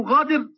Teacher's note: قلب القاف غينا عند السودانيين